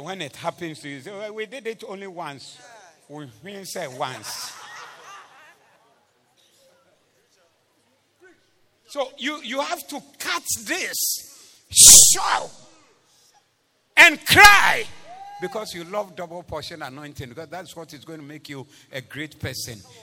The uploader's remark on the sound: Preached at the Thanksgiving Service Convention Day 2